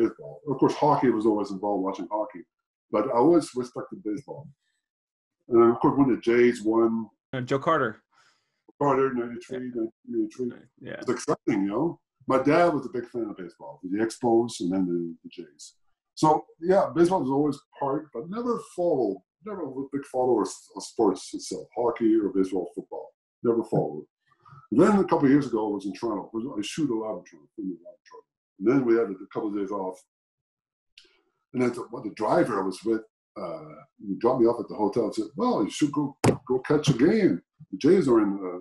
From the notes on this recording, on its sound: Recorded via Zoom